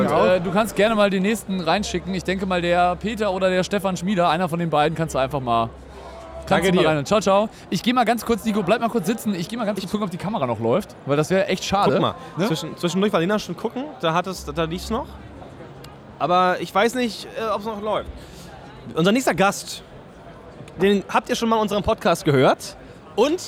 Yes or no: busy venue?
yes